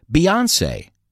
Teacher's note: la entonación no va al final, sino en la segunda vocal